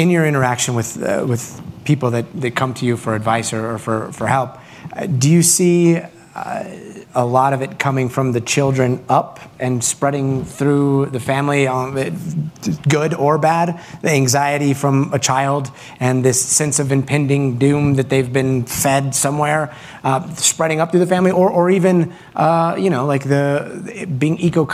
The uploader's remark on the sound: joined on stage at this 2022 Aspen Ideas Festival event